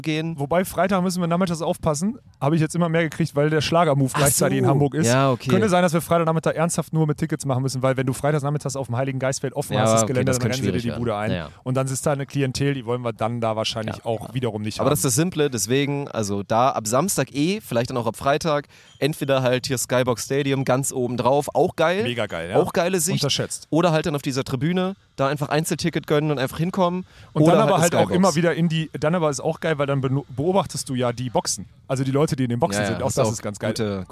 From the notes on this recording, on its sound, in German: Diese Episode haben wir brandheiß aus München während es Aufbaus bei der German Beach Tour aufgenommen.